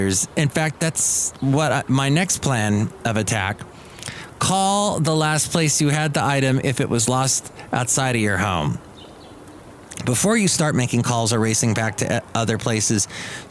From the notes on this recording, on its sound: podcasts live from Cafe Anyway